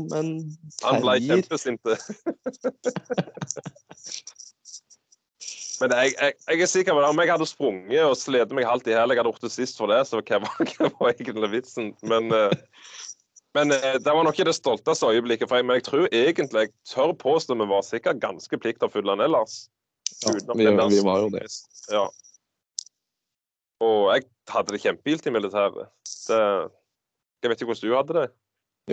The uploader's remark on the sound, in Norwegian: Innspilt via Skype.